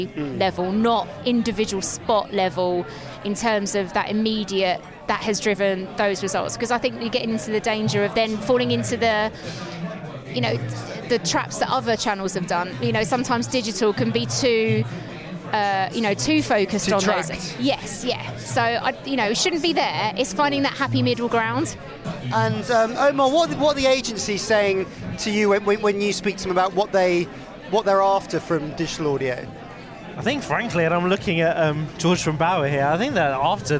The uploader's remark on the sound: This week we’re at the all-you-can-eat media buffet that is The Future Of Audio Europe. This week we’re at the all-you-can-eat media buffet that is The Future Of Audio Europe. Thanks to The Future Of Audio Europe, powered by The Media Leader, for being such gracious hosts.